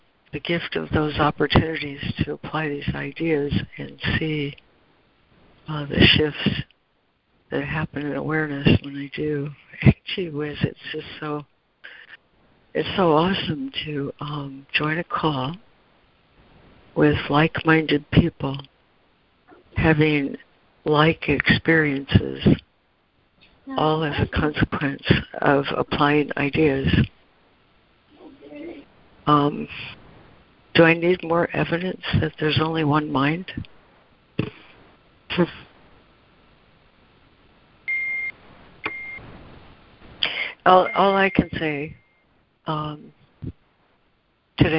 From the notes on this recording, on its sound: ACIM Daily Conference Call